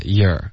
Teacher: 嗯嗯。这三个的发音它如果都需要讲解，那肯定是跟这个 year 的这个音，嗯、在词典里面呢会标的这个发音，一般是要求一个嘟嘴的形状，嗯、所以我们会先来一个 u，就是你我他的这个你 u，然后结尾加一个二的音 your，所以你嘴唇彻底的嘟起来，就有一个 u 呜的音，再滑到一个二 your。可是，在真正的这个发音里面呢，我们都会弱化一点，没有必要动嘴唇，就发 year